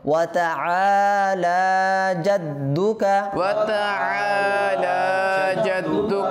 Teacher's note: আইন টানতে হবে আলিফ মধ্যে হওয়ার কারণে, লাম টানতে হবে খাটা জবর হওয়ার কারণে